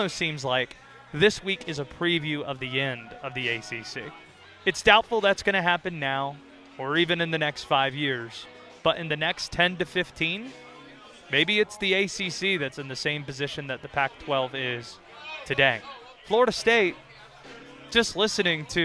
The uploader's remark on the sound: live from the Wyndham Championship